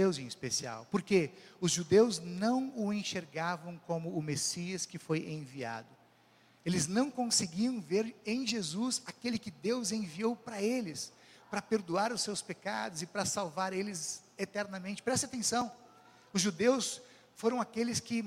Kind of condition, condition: setting, live audience